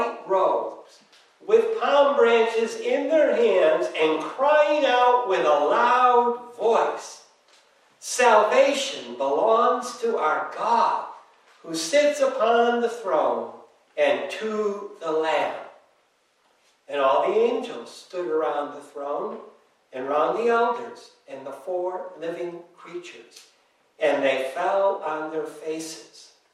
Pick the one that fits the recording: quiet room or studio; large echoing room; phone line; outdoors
large echoing room